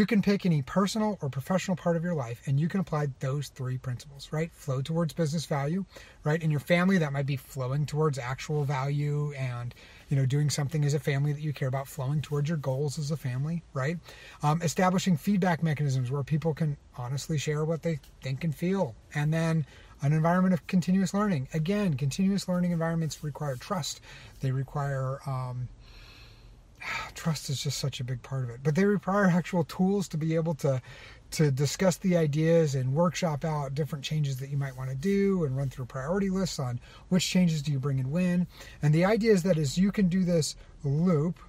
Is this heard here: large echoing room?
no